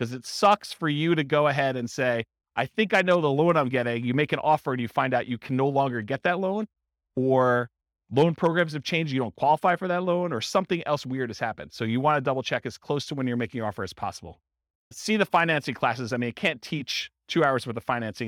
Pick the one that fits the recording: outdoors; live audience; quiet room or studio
live audience